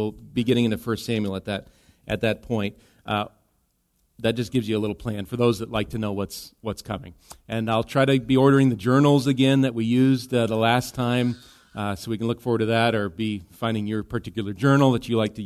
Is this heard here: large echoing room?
yes